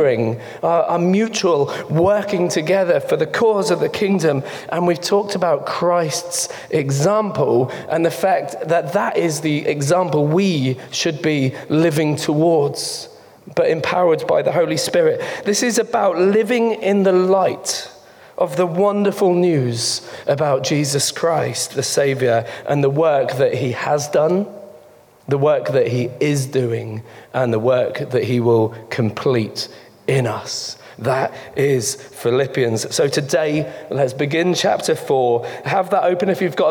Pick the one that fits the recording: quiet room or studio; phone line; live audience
live audience